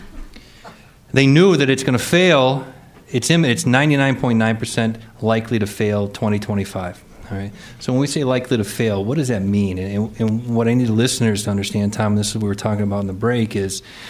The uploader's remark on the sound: From a live studio audience in Chicago.